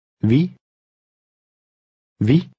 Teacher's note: The long I in Danish is often pronounced as E.